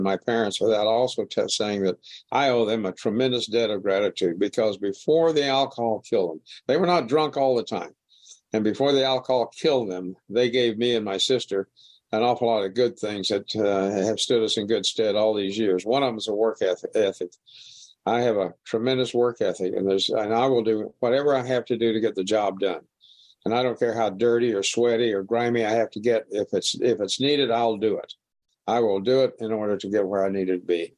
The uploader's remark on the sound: This was recorded at the Magical Mystery Tour zoom meeting in January of 2022.